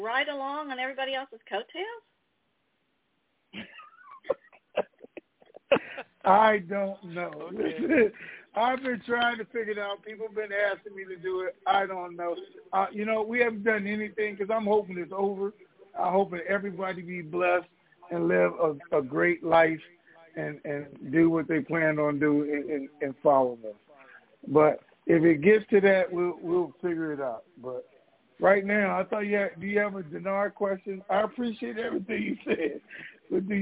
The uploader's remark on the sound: TNTSuperfantastictic Conference Call